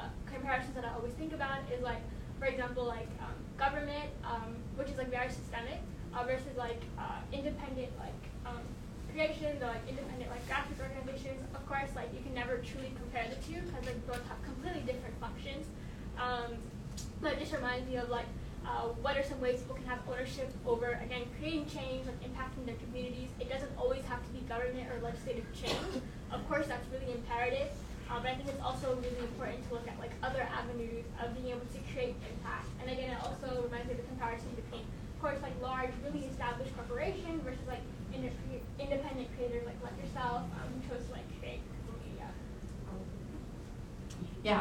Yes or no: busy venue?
yes